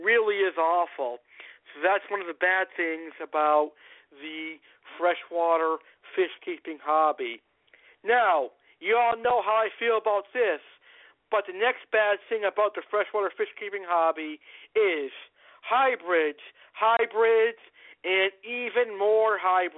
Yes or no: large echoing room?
no